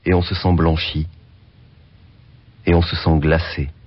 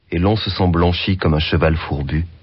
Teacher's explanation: dla uniknięcia zbitki samogłoski E z nosówką on · Shown in: second take